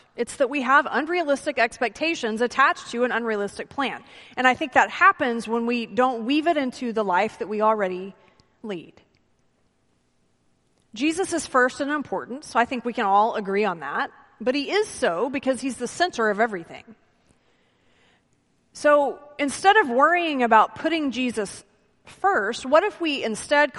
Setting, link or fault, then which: setting, large echoing room